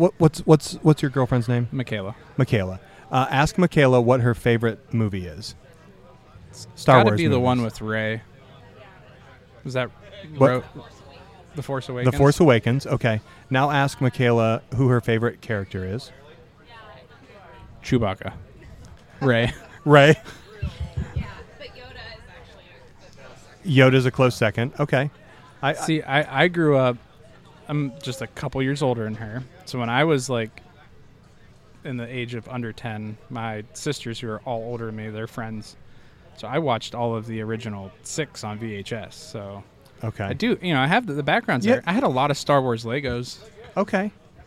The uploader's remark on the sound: Live From The Primo BBQ Bash.